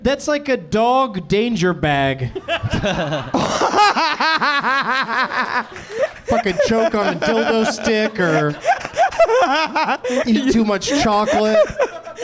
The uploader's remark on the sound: Live from the American Comedy Company in San Diego